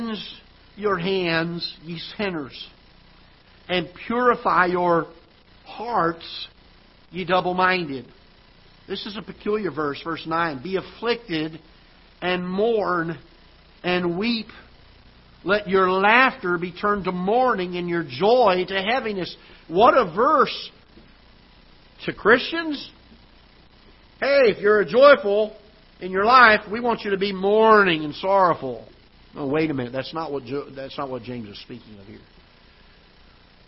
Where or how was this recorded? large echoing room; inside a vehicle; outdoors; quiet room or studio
large echoing room